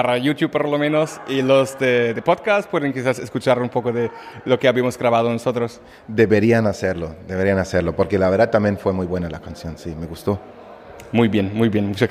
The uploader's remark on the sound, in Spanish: Está grabado en un pasillo del Hotel Meliá de Sitges, el centro neurálgico del Festival de Cine Fantástico.